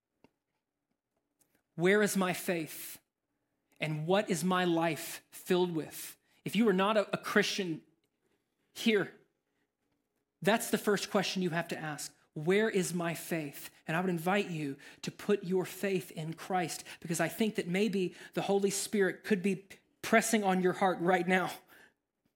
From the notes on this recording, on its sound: Recorded from the LifePoint Church Riverdale Campus in Murfreesboro, TN.